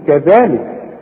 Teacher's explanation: وخد بالك الذال لازم تطلع لسانك فيها، الحرف ده لازم تخرج طرف لسانك